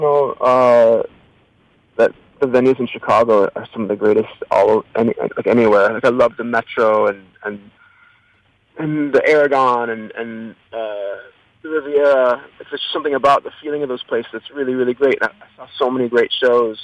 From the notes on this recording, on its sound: phoned in to Radio One Chicago